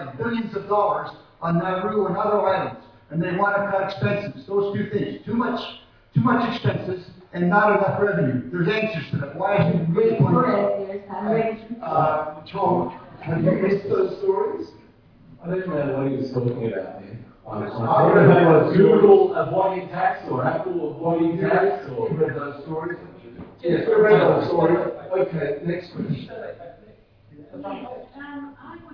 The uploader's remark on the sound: Co-presented with the Australian Press Council as keynote event in the Press Council’s 40th Anniversary International Conference.